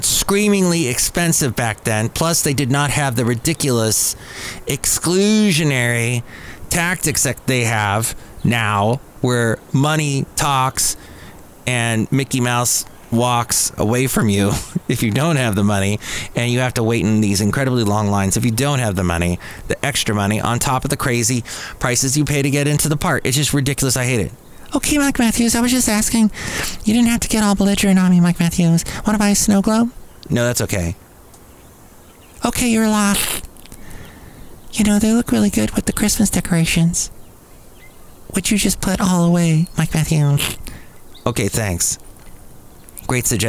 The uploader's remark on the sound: Podcasts live from Cafe Anyway.